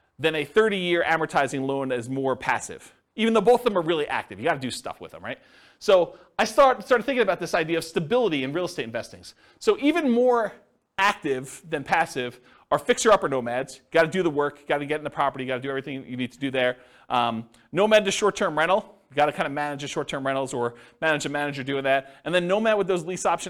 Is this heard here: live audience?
yes